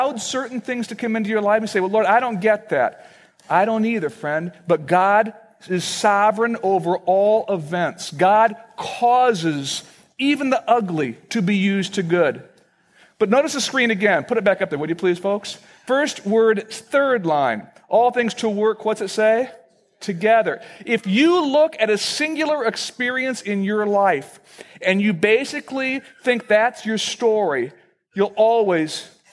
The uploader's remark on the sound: Originally recorded on November 22, 2009, at Fellowship Missionary Church, Fort Wayne, IN.